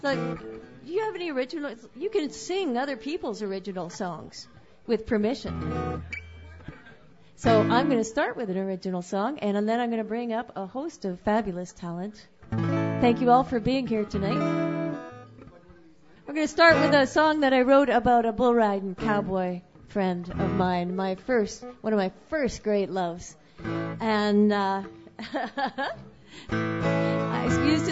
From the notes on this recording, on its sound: Sunday Night Open Mic.